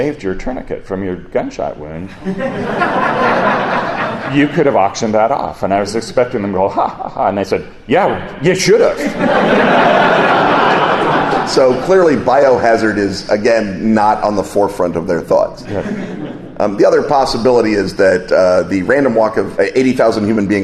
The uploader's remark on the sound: A live show at Gen Con.